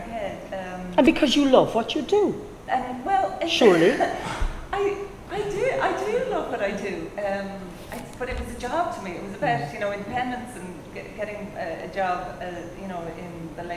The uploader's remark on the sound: WFT Ireland and the Writers Guild of Ireland (WGI) returned to the Galway Film Fleadh last July for this in-person panel discussion.